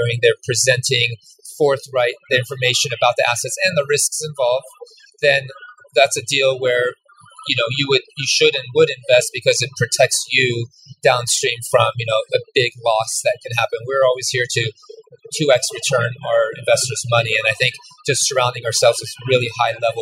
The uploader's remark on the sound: LIVE from BEST EVER CONFERENCE! Coming to you live from the Best Ever Conference in Colorado!